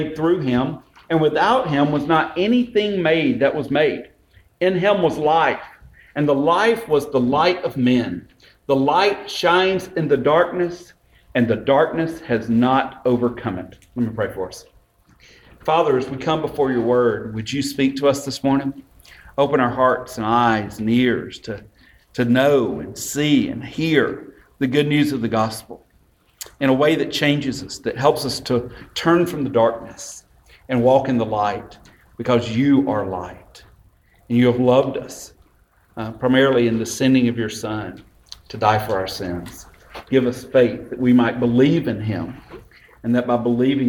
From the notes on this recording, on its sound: This sermon was delivered on Sunday, December 9, 2018 at Westminster Presbyterian Church in Columbus, GA.